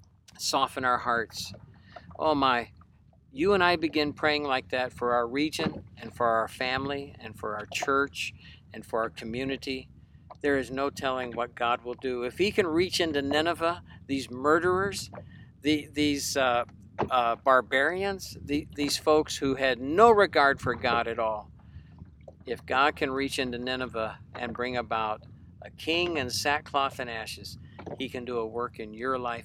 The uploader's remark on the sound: It was even recorded from a boat out on Lake Erie.